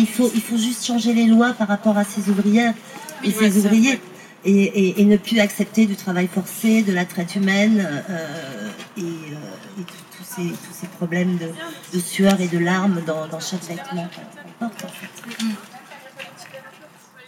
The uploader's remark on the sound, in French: Il a été enregistré en partenariat avec le Digger Club , dans de cadre du cycle de conférences du Diggler Club Market le 18 juin 2022 au Jardin 21 à Paris. Il a été enregistré en partenariat avec le Digger Club , dans de cadre du cycle de conférences du Diggler Club Market le 18 juin 2022 au Jardin 21 à Paris.